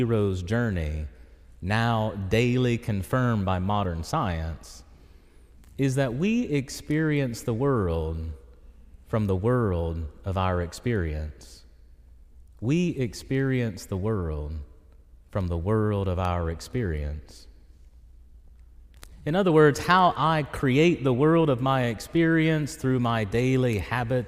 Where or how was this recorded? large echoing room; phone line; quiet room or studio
large echoing room